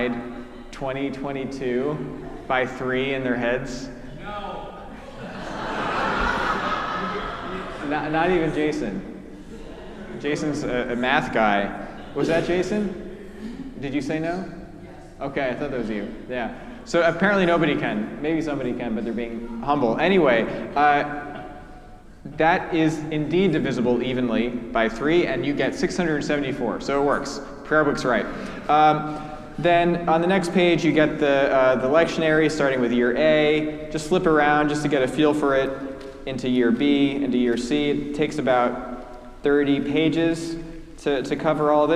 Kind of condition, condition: setting, large echoing room